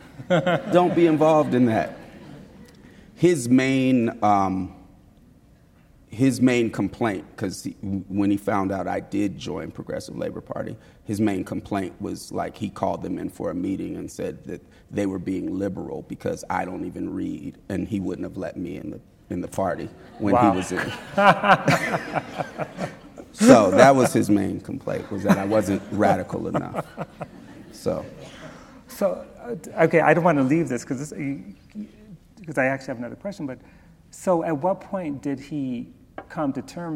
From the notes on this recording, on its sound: Recorded at the Lensic Theater in Santa Fe, New Mexico on September 11, 2019. Recorded at the Lensic Theater in Santa Fe, New Mexico.